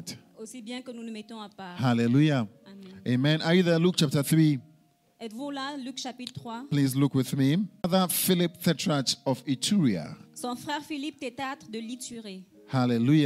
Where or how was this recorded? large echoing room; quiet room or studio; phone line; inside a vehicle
large echoing room